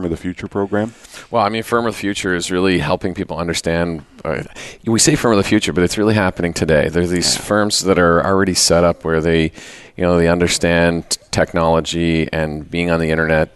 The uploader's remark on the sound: Live Broadcast at the The IPBC IGNITE Conference.